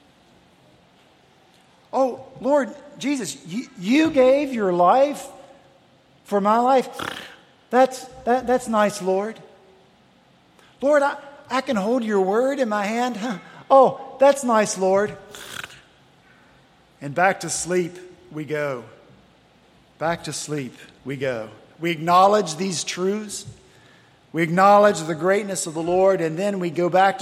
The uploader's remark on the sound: at Redeemer Presbyterian Church in Charleston, SC